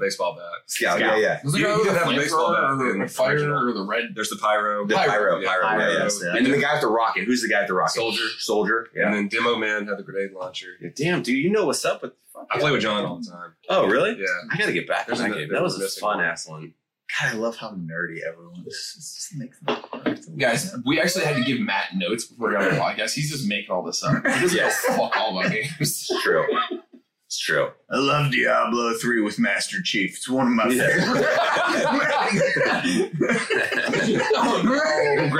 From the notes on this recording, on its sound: BAD AUDIO SORRY. THE AUDIO IS BROKEN. Just pretend we were drunk and filmed this on a cell phone. Hit the record button twice...THUS TURNING IT OFF...